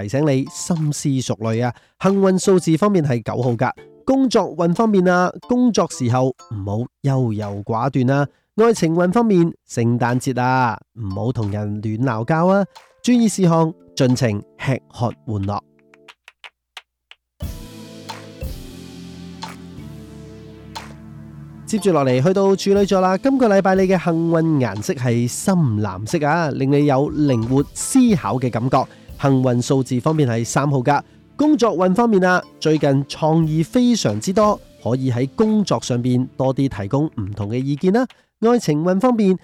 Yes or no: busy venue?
no